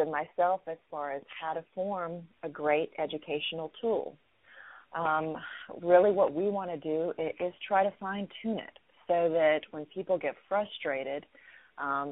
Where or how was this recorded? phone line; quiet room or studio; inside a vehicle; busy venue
phone line